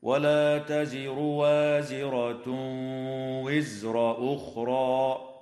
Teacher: تفخم الراء وصلا وترقق وقفا في كلمة تزر وفي كلمة وزر، بينما تفخم في الحالين في كلمة وازرة وفي كلمة أخرى